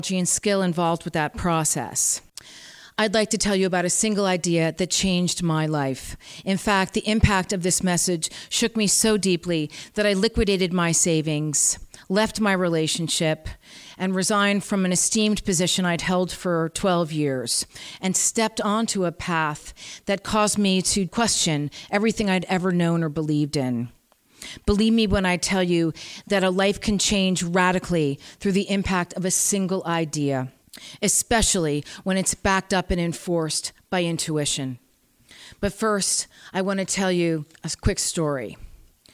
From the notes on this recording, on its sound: During the celebration of the 4th Annual Winter Festival at Gateway City Arts. Recorded at Gateway City Arts, on February 2, 2019.